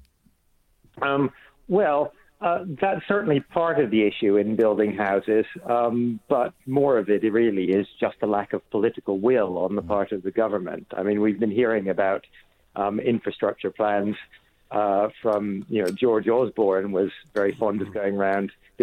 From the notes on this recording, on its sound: phones